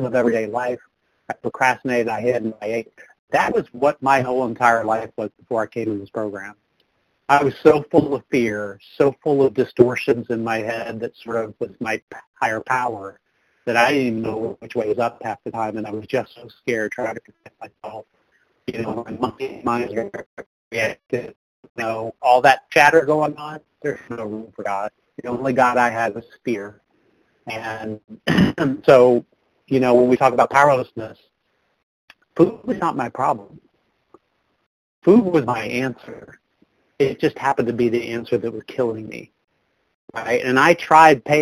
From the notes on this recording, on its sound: 100 Pounders Phone Meeting